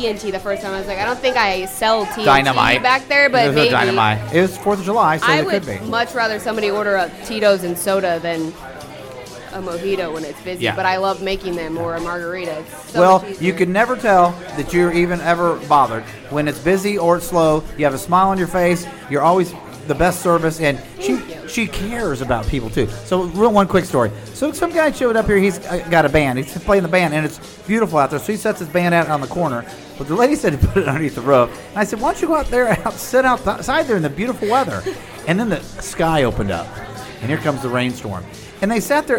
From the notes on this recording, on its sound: Live from The Lakewood Local